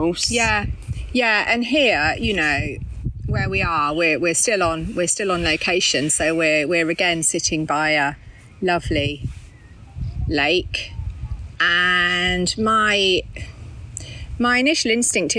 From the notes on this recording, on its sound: Apologies for the sound quality of this episode - we were outside and it was a bit windy at times. We will get a better mic for next time! Apologies for the background noise in some places.